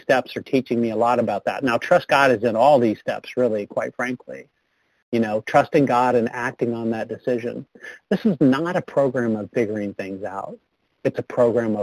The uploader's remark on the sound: 100 Pounders Phone Meeting